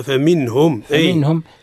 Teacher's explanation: النون عند الهاء في لفظ فمنهم حكمها الإظهار